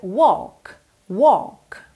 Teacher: Atenção que essa palavra walk não tem walk, não tem esse L de verdade